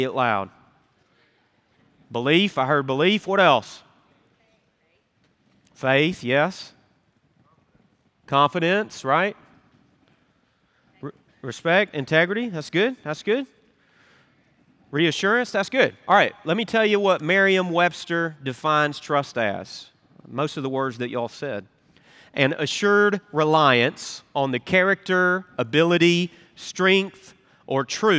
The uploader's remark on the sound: Recorded Live at Brookwood Church on 02.25.2024.